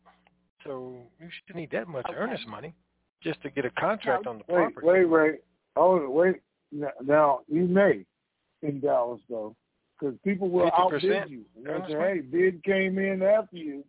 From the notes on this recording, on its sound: TNTSuperfantastic Conference Call.